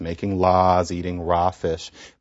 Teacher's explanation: that aw is changing to an ah.